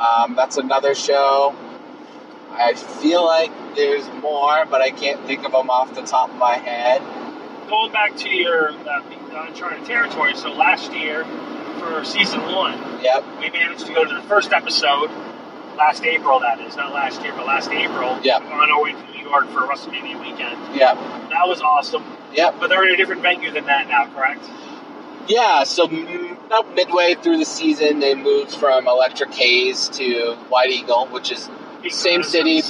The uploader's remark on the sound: The show as recorded in two parts, on the road down and back from the show.